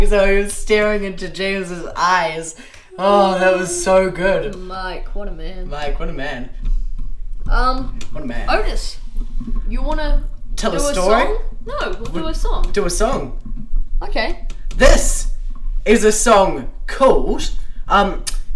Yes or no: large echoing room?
no